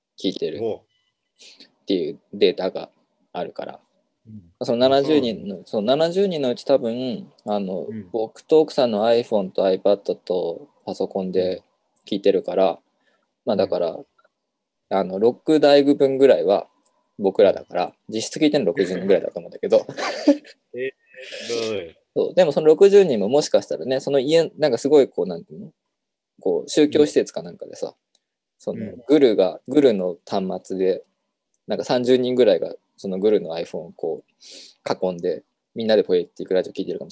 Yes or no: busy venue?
no